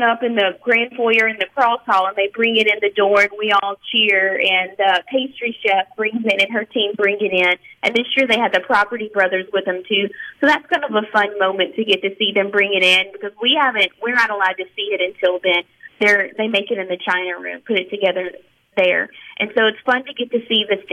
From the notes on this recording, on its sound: joins the conversation by phone